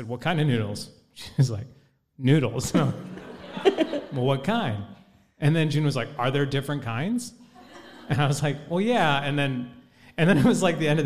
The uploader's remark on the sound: Recorded Live on December 22, 2022. Enjoy the first ever live podcast recording from our event on December 22, 2022!